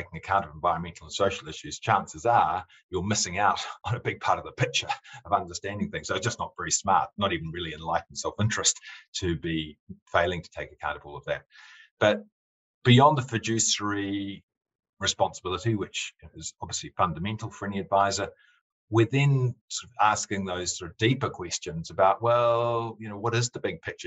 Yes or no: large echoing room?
no